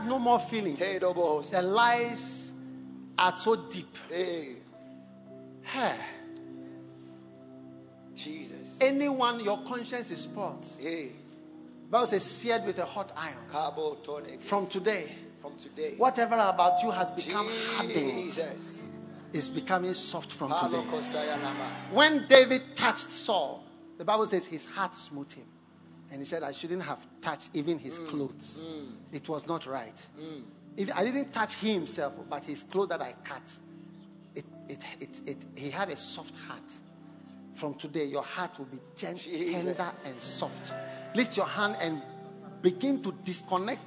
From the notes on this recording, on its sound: Preached at The Experience Service. First Love Centre.